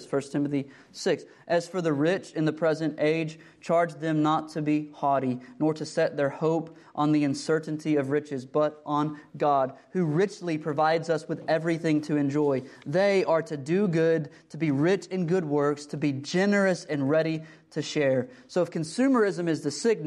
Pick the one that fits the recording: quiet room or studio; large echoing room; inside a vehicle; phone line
large echoing room